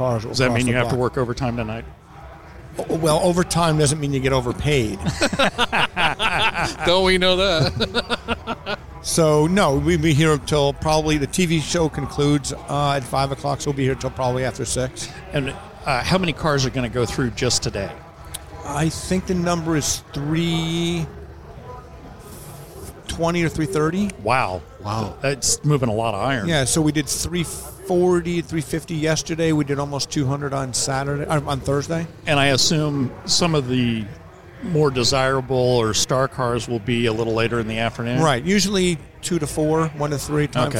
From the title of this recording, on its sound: Live at Mecum Kansas City